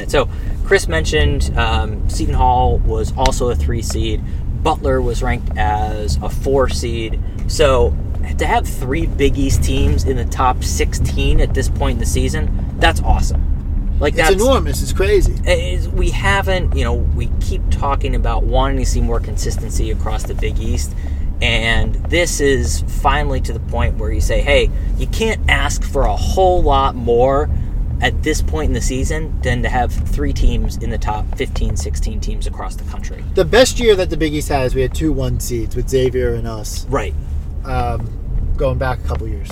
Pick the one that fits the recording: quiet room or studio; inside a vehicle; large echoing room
inside a vehicle